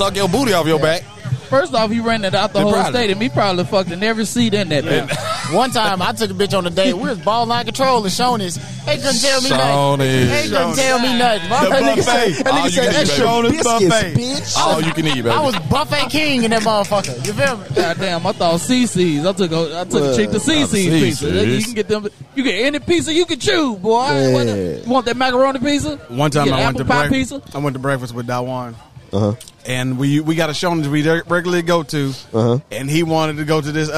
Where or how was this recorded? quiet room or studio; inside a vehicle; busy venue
busy venue